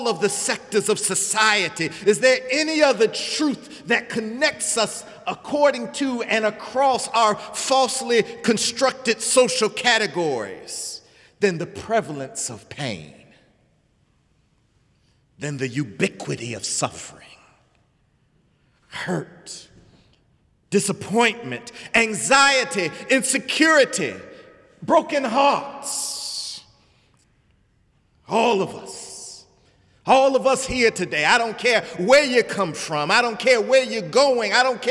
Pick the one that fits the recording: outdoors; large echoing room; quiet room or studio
large echoing room